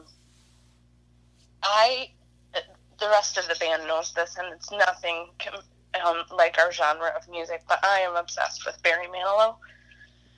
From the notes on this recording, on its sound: burnt the phone lines